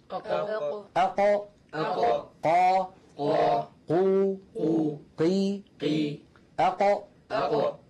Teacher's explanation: لو شبهت يدي هذه باللسان، هذا مؤخرة اللسان أقصاه، وهذا طرف اللسان الأمامي. فأقصى اللسان هنا مع ما يحاذيه من الحنك الأعلى مخرج القاف. أقو، جربوا هكذا، قولوا أقو أقو أقو قا قو قو قي قي أقو أقو. · Term: القاف الفصيحة